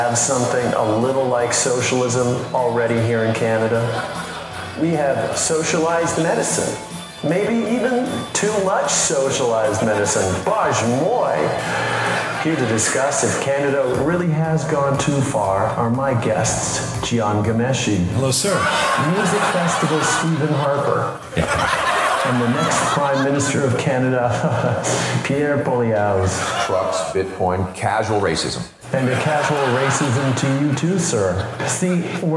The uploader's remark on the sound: Live from Montreal